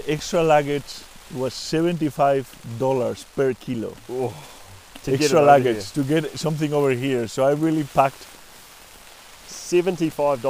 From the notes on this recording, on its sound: They are recording this podcast in a tent on the top of a mountain in the middle of nowhere, expect to hear some wild weather in the background as they hunker down out of a snowstorm.